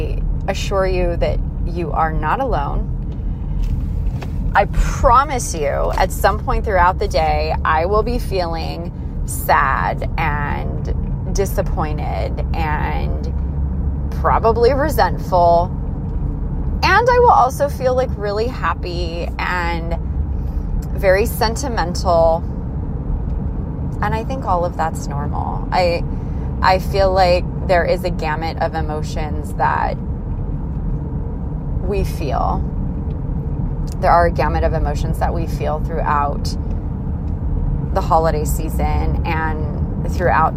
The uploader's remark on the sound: This episode was recorded while en route to the only "mall" we have in Missoula.